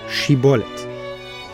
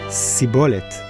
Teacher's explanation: Bnei Ephraim had a characteristic lisp. They couldn't produce the sh sound. · Shown in: second take